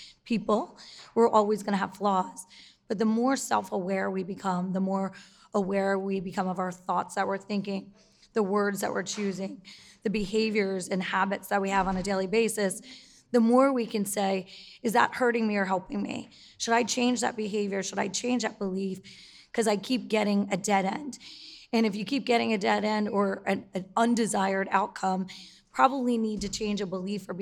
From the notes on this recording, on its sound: The Millennial Outliers Holiday Special - A Live Podcasting Event! The hosts kick off the show by expressing their heartfelt gratitude for the incredible audience and the amazing venue.